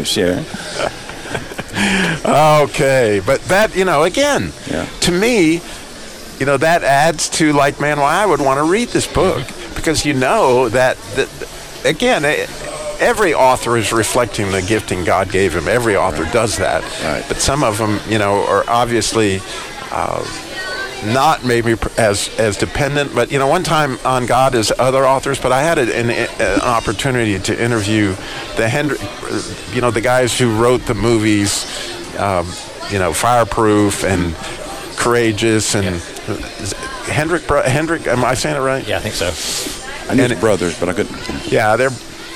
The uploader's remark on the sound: Today's show was recorded live at the Carolina Classic Fair.